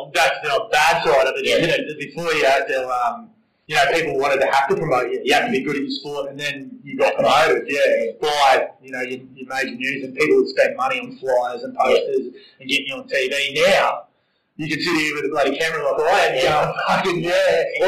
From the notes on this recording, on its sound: Sometimes things don't go exactly as planned, and that's exactly what happened during this interview. We faced a little technical glitch with the audio.